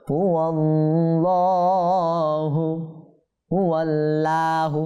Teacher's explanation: ওয়াওতে মধ্যে যেহেতু জবর আছে সেহেতু আমরা লামটাকে কীভাবে পড়ব, মোটা করে পড়ব। ঠিক আছে, পুর করে পড়ব, হু আল্লাহু হু আল্লাহু না।